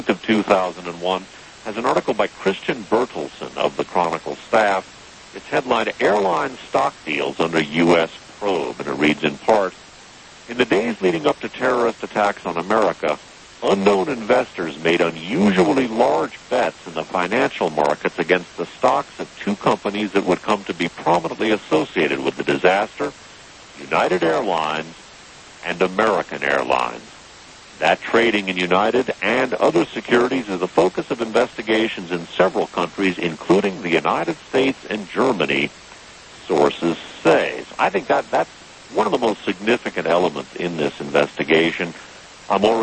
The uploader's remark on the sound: Recorded just past midnight on 9/20/2001, this broadcast is a [somewhat distorted] conversation recorded via telephone hookup.